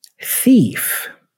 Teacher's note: Also kind of tricky because you start with the tongue out, thi, but then the tongue needs to retract to pronounce the F at the end. The F has no tongue out. It's you know? Your upper teeth touch your bottom lip.